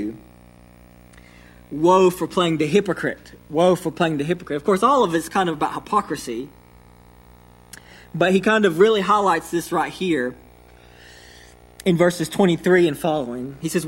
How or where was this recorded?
large echoing room